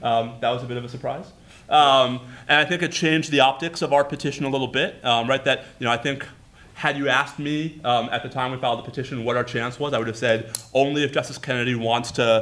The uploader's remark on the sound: Live at Texas Law. The episode was recorded before a LIVE student audience at the University of Texas School of Law in Austin at the invitation of the UT chapter of the Federalist Society.